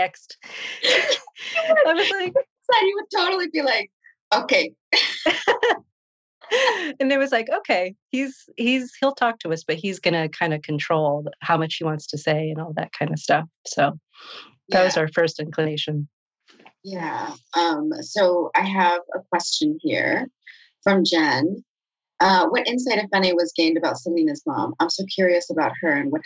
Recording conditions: video call